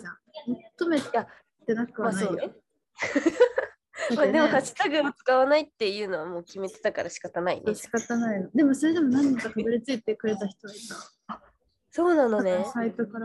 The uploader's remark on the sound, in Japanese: ノー編集。音質悪くてすみません。